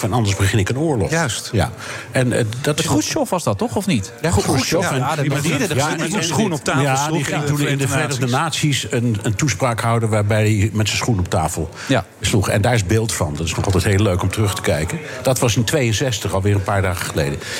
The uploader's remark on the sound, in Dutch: live vanuit de Lobby van het Double Tree by Hilton Hotel in Amsterdam